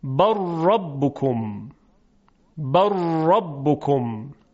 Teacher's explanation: چون مخرج لام و را نزدیک هم هستند، در قرب هم هستند، میگوییم ادغام متقاربین